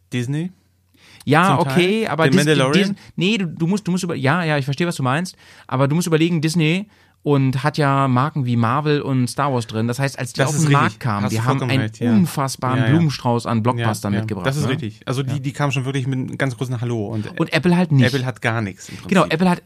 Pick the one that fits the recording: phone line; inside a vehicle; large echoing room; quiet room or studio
quiet room or studio